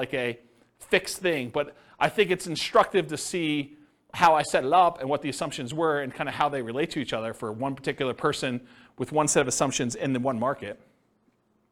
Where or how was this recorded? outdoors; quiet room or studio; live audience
live audience